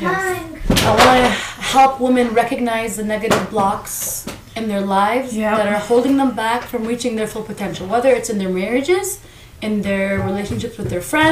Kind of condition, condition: fault, sounds in the background